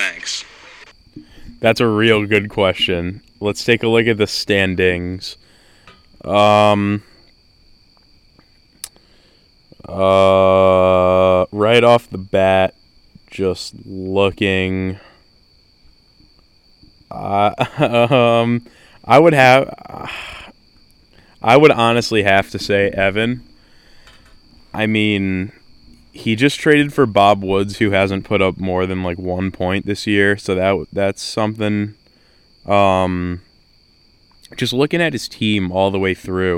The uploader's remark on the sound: This Was Recorded Outside